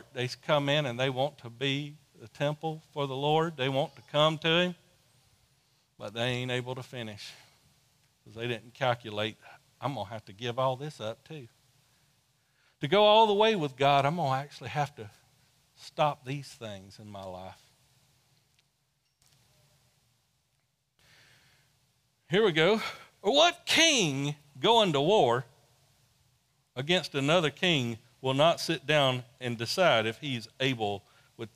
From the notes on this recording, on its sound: Sunday Service recorded live form New Life Church in Dothan, AL.